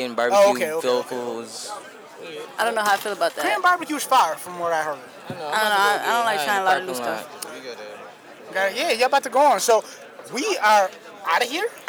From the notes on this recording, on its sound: Live From Anti-Venue Rochester. Live backstage coverage of the #AntiVenueTour while on it's stop in Rochester, New York.